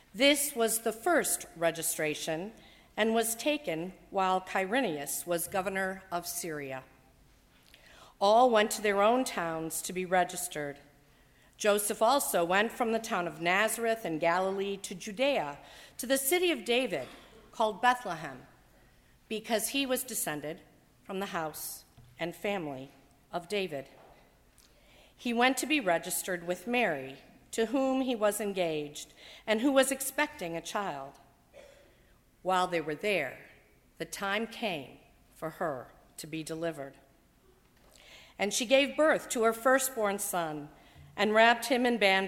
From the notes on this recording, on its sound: during the 8:00 PM service on Sunday December 24, 2016, at First Presbyterian Church of Arlington Heights, Illinois.